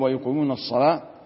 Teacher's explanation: يغلظ اللام ورش عن نافع